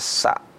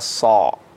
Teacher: Padahal di situ bukan huruf sad tapi huruf sin. Ya, sin dengan fathah maka dibaca sa. Ya. Dibaca sa. Beda dengan sad dengan fathah dibaca so.